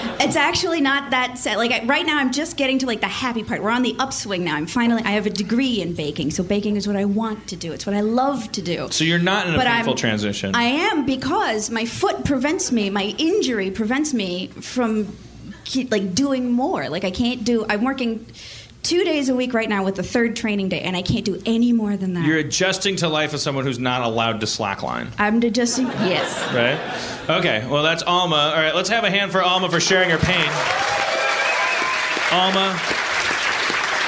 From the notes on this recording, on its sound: Portland, OR. Then he raps and dicks around with people in the audience.